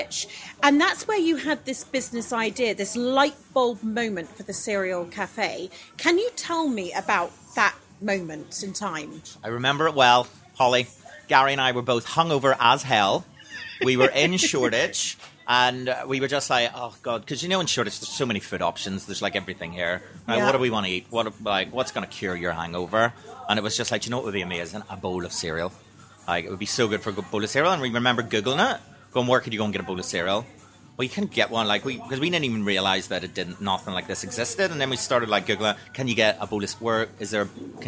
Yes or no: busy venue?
yes